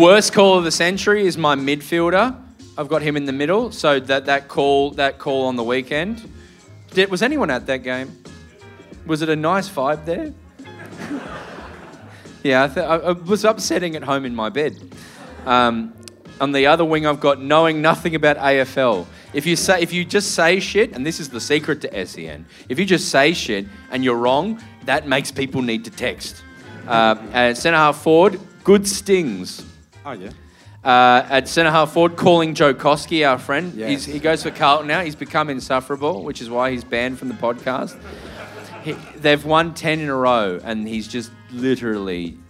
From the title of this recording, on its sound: Live From The Rhino Room Adelaide